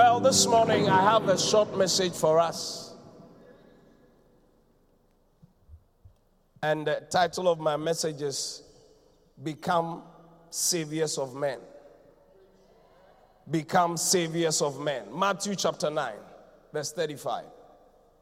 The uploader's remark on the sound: Preached at the Qodesh